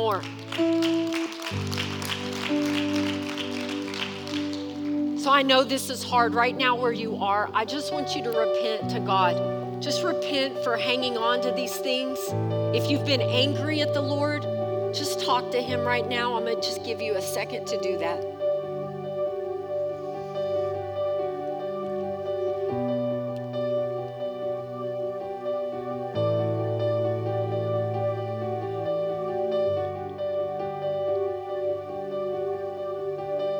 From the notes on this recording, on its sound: Recorded live during our Wednesday night service